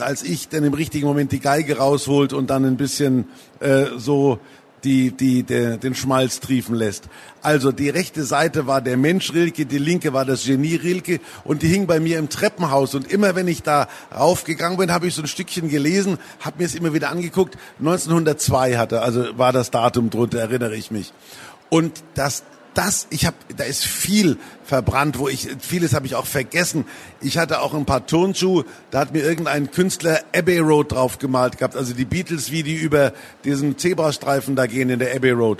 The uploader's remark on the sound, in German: Der Talk wurde Mitte Oktober im Rahmen der Veranstaltungsreihe „Der SPIEGEL im Gespräch" auf der Frankfurter Buchmesse aufgezeichnet.